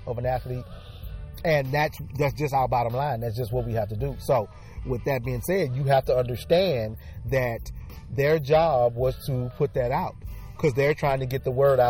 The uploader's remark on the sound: takes the show outside for a broadcast